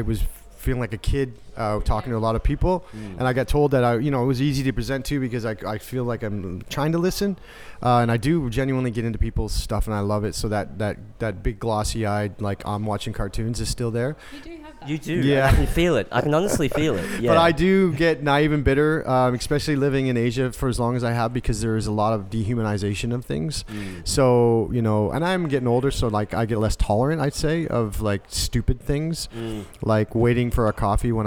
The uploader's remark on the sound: Emergence Festival, Margaret River. I had the honour of heading to Emergence Creative Festival in Margaret River to have some quick and casual chats with some of the speakers. Here is a segment recorded in the beautiful Vasse Felix winery.